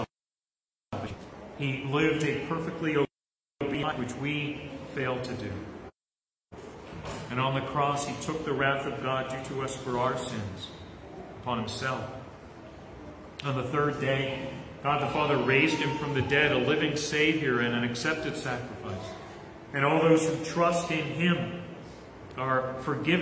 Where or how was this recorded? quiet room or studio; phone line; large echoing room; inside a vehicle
large echoing room